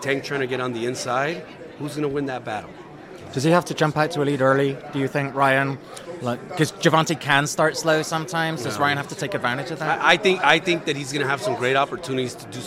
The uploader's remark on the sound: live from Las Vegas